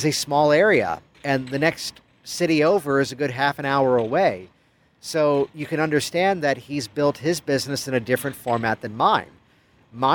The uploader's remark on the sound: Recorded by the pool of the Hyatt Hotel in San Diego, California. Digital Marketer Traffic & Conversion Summit 2016 Event in San Diego, California.